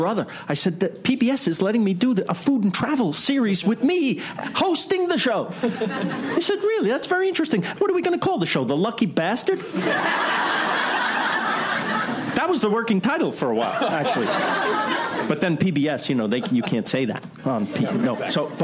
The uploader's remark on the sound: Panel from ATX Television Festival. Recorded June 5, 2015 at ATX Television Festival.